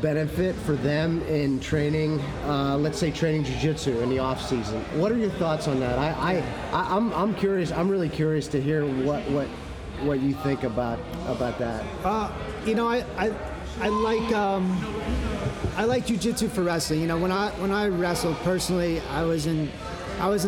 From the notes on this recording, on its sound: This interview was recorded at Edge Hoboken. Apologies for the background noise. We had just gotten off the mat and classes were going on.